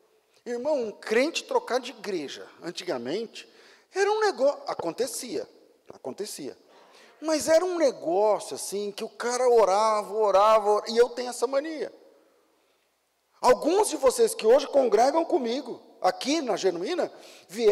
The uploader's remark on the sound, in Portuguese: Culto ao vivo